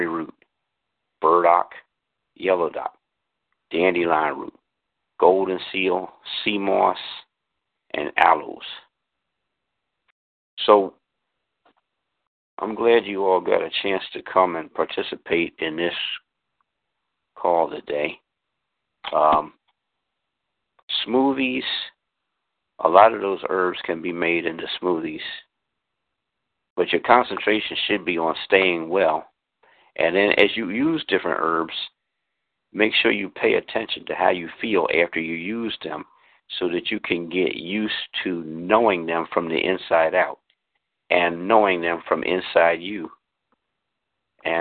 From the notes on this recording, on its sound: This free teleconference